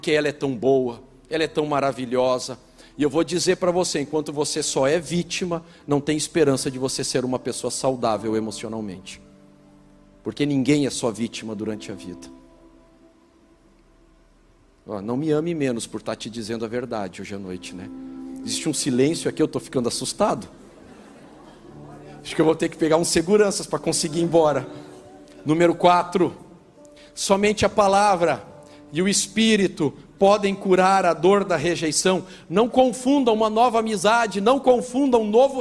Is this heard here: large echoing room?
yes